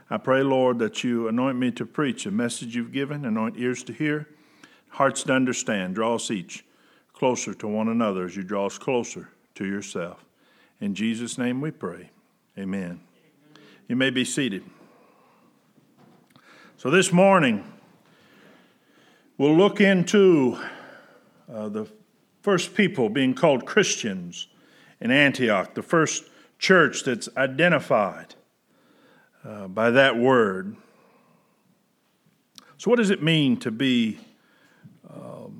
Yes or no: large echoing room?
yes